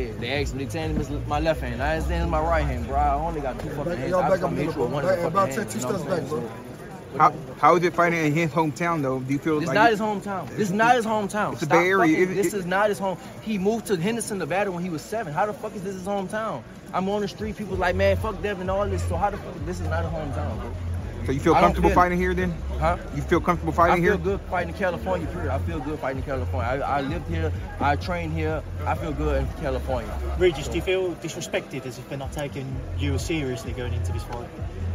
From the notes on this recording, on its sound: at the press conference in San Francisco